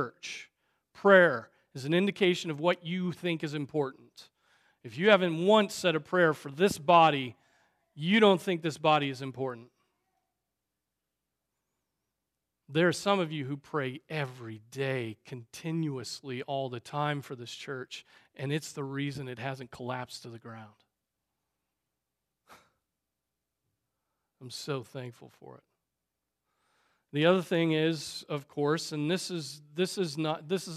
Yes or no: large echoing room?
yes